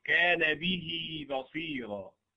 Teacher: أشبعنا كسرة به حتى صارت يا به، فإن وقفنا عليها حذفت هذه الياء ياء الصلة ونقف كان به هكذا. · Term: صلة صغرى